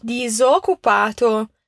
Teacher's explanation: Atenção à dopia consonante ti. Então dá aquela paradinha depois do diso, disoccupato.